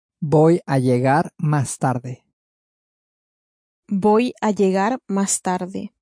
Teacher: Spelt L-L-E-G-A-R, and that double L at the beginning sounding like a Y